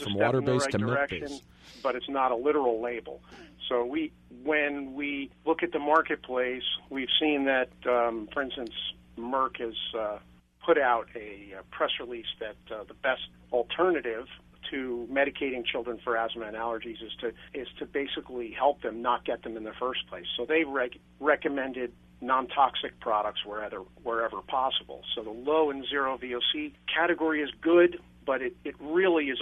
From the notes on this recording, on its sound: Call in for this segment.